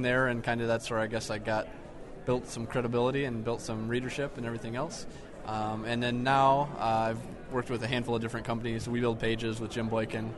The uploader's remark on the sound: Live interviews from WebMasterWorld’s Pubcon 2007 in Las Vegas